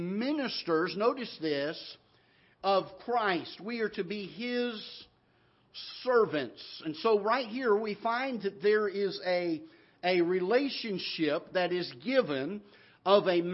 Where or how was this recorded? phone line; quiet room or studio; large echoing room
large echoing room